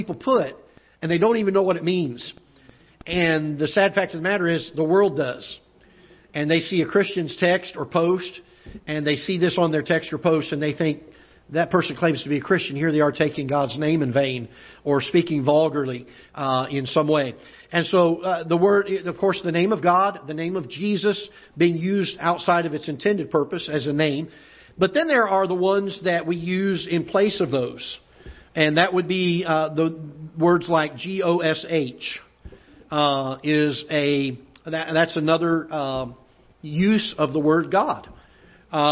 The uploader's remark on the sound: Ketha Heights Baptist Church ~ Live Broadcast